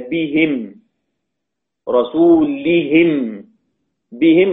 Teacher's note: الباء مكسورة قبل الهاء يبقى الهاء مكسورة